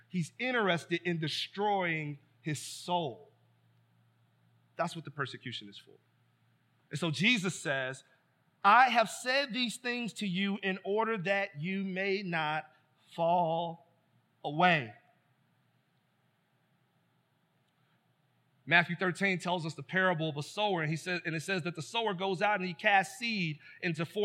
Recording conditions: large echoing room